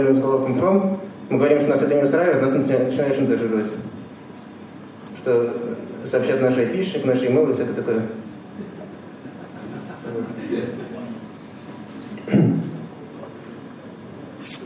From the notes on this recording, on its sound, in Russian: ZeroNights 2014 и "Открытая безопасность" представляют аудиозапись докладов с конференции. Workshop 1, DefensiveTrack.